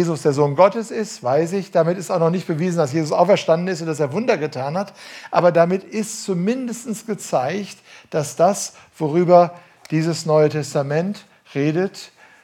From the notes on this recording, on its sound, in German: Am Ende des Vortrags, gehalten im Dezember 2018 in der „jesus-AG“ in Ludwigsburg, geht er auf Rückfragen aus dem Publikum ein.